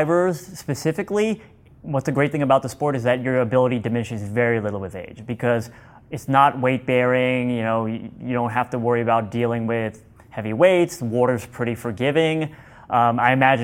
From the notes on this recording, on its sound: live from the Bulletproof Conference